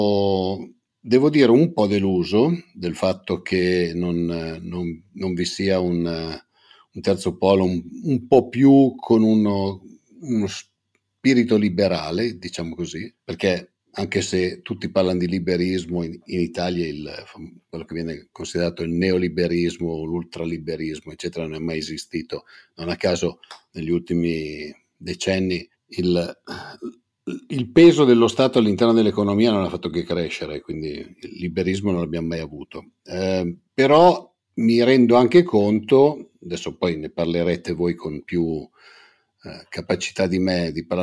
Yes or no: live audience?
no